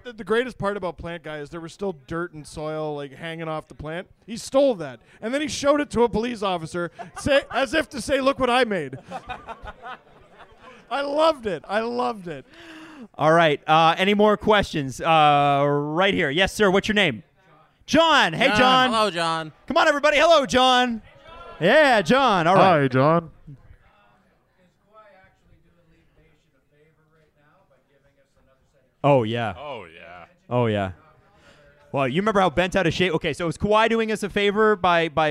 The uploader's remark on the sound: Live from Old Flame Brewery in Port Perry! Have a Q&A with the audience.